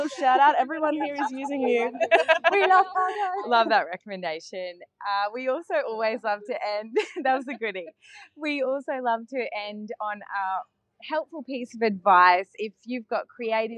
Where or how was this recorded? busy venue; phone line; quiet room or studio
busy venue